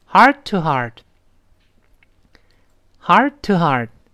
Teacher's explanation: 第一个 heart 后面那个 t 失去爆破，马上再读 toheart